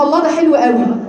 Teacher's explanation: بتستخبى، الهاء مش باينه. لذلك انا بقول الهاء حرف ضعيف لازم تبينيه، تقولي الله، وما تهتميش بهواء اكتر ما تهتم بصوته، لان الهواء اصلا كده طالع، الهاء اصلا هواء. · Term: صفة الخفاء